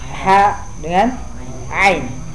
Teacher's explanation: huruf yang keluar dari tenggorokan bagian tengah. Ha dengan Ain.